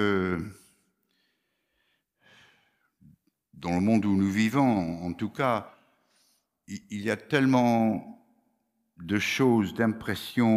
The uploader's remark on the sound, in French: Enregistré à l'église CVV, le 09/01/2022